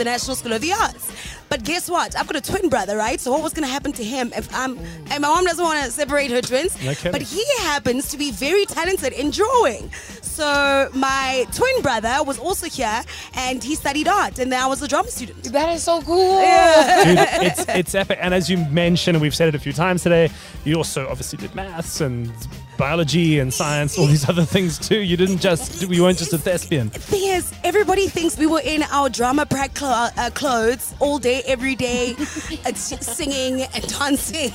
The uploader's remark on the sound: Live from the National School of the Arts.